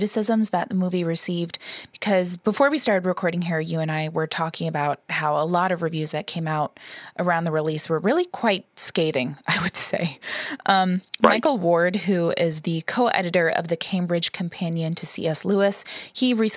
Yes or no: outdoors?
no